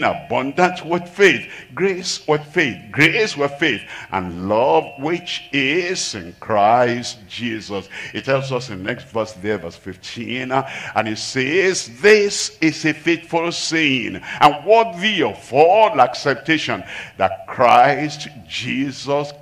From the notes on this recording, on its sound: live from Asaba, Nigeria.